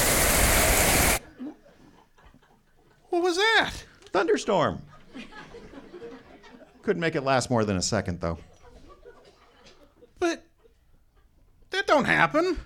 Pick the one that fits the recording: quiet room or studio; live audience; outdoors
live audience